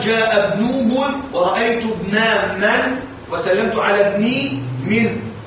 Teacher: فانظر إلى النون تحركت بنفس حركة الميم